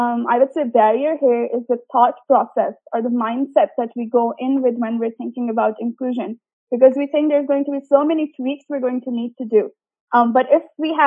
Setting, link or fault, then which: link, video call